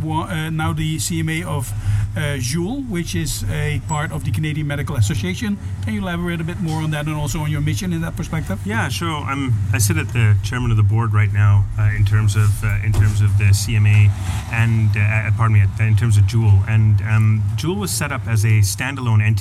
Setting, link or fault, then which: setting, busy venue